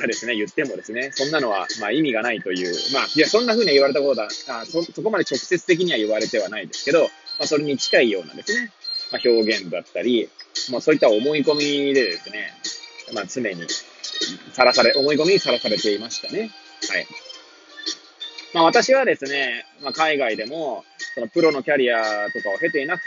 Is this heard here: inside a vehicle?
yes